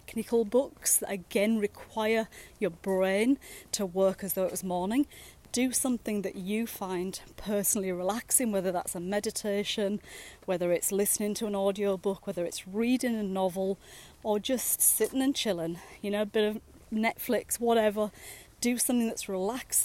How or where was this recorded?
outdoors